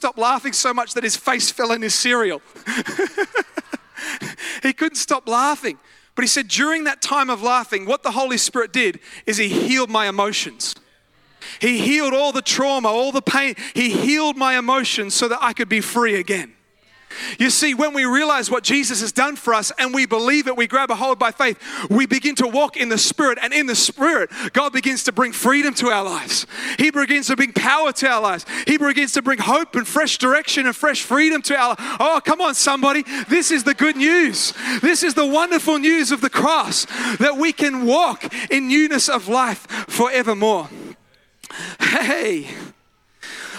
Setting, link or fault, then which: setting, large echoing room